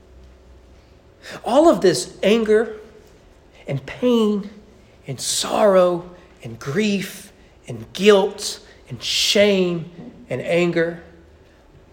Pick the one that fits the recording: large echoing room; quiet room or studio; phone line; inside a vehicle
large echoing room